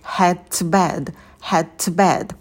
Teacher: в слове head можно звук d не произносить, а сразу переходить на предлог to